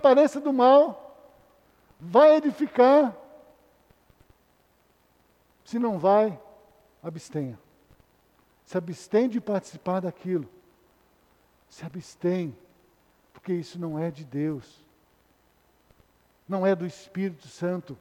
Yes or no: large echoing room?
yes